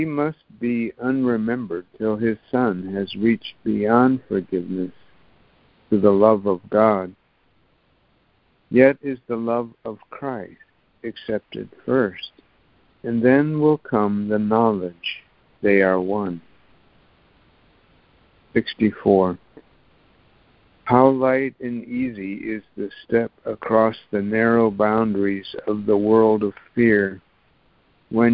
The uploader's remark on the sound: ACIM Daily Conference Call